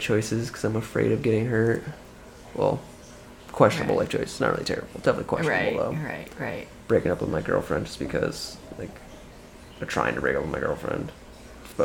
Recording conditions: background noise